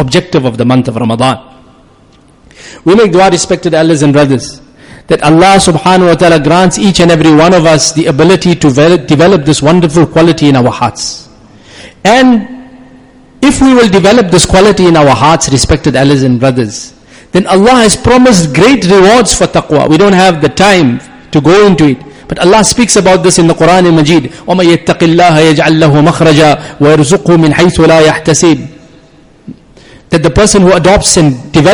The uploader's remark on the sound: Jumuah lecture.